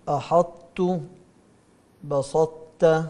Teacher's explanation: أحطت بسطت، هنا الطاء قوية، الطاء أقوى الحروف على الإطلاق هو الطاء، لأنه هو حرف استعلاء، حرف مفخم ومستعلي ومطبق · Term: الإطباق